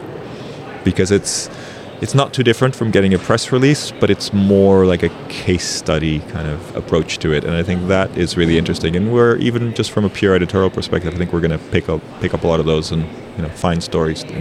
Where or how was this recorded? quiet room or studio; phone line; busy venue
busy venue